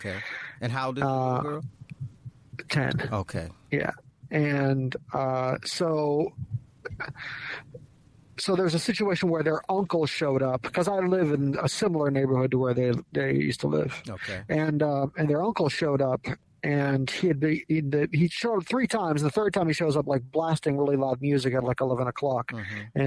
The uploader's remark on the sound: THE PHONE CONVERSATION THAT TURNED INTO A PODCAST.